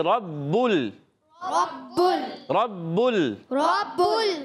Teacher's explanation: با کو لام سے ملا دیں گے، لام ساکن ہے تو ہلانا نہیں ہے